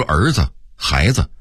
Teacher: 北京话里的子字特别有意思，一般情况下它发轻声